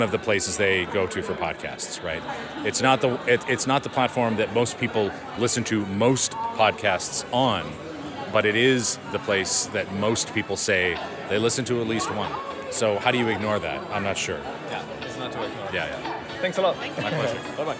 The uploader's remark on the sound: Live from Podcast Movement in Las Vegas